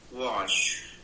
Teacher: As if it's like a T, but then so the air stops in your mouth, holds back, and then all releases as if it's like a T sound there.